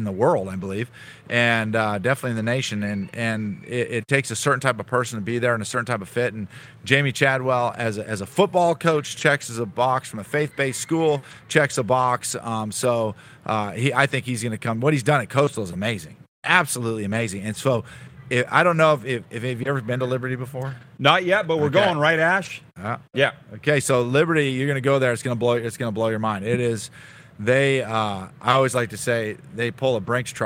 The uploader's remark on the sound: LIVE from the Boca Raton Bowl in Florida!